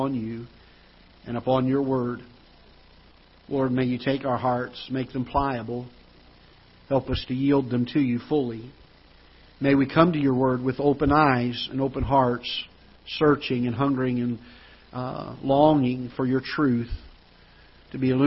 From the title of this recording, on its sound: Ketha Heights Baptist Church ~ Live Broadcast